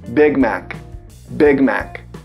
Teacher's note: É como se você estivesse engolindo o i ao invés de soltar ele para fora, como o brasileiro faz. E o Mac, sem o som do i no final